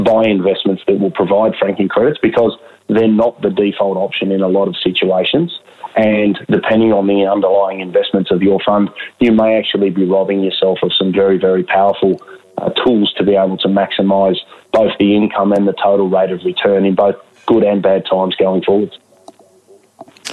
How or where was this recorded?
phone line